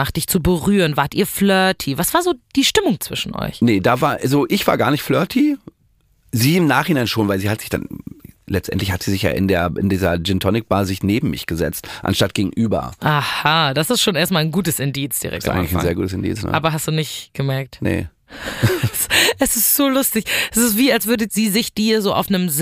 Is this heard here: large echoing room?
no